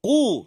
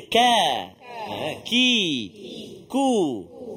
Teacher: Dekat dengan anak tekak. Maknanya pangkal lidah. · Shown in: first take · Term: huruf Qaf